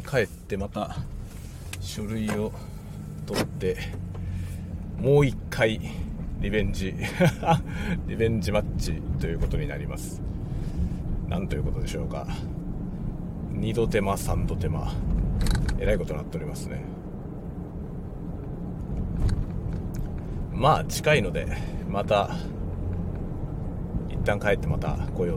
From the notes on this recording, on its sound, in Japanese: 朝から郵便局へ出かける予定があったので車を運転しながら雑談収録しました。使用マイク：ZOOM M3 MicTrak、TASCAM TM-82（エンディングのみ）。